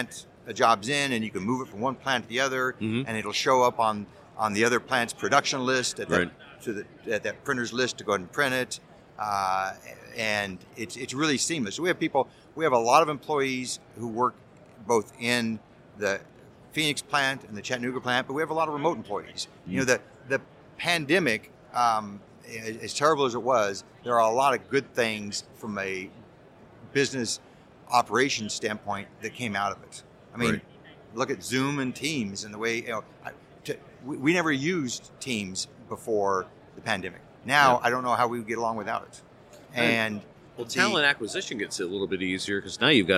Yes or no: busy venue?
yes